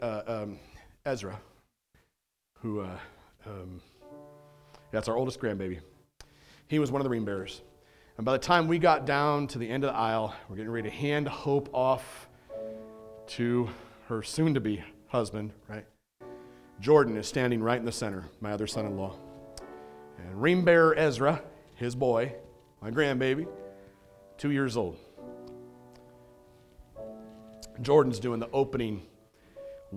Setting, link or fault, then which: setting, large echoing room